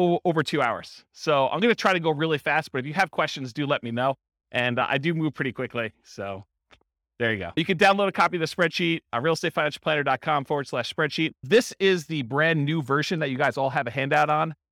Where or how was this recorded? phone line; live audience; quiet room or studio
live audience